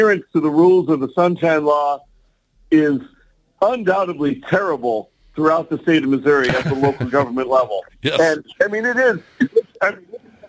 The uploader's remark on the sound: called